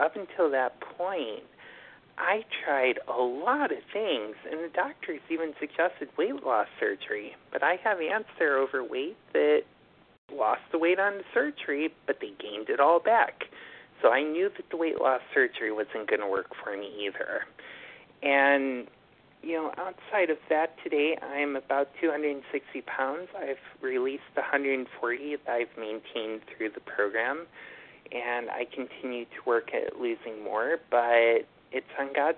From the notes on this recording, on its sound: from the 100 Pounders Phone Meeting